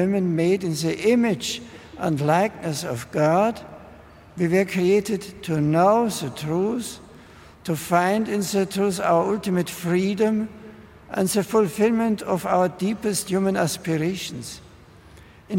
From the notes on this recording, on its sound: Addresses 80,000 pilgrims at a vigil in Hyde Park.